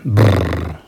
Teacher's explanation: Brbotamo z ustnicami, ampak tega spet ne moramo zapisati.